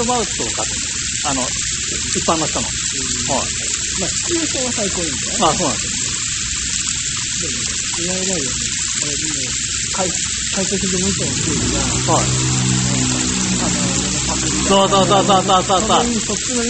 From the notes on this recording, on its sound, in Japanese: すみません、雑音あって聞きづらくなっております